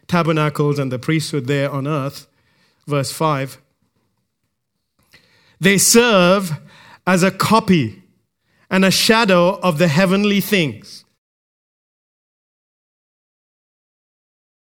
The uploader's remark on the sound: recorded live at Grace Community Bible Church